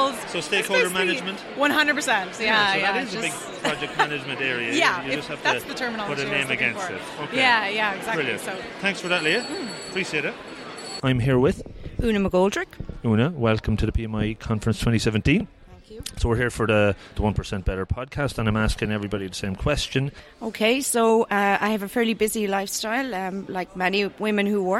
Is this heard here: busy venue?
yes